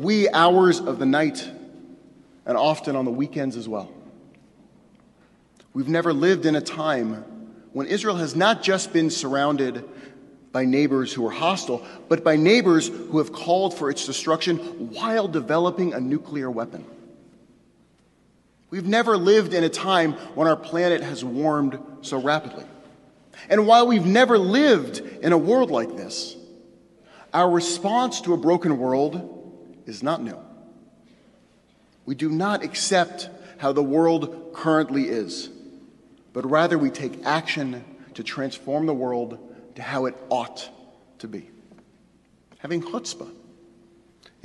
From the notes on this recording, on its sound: Delivered on Rosh Hashanah at Temple Emanu-El on 9-29-11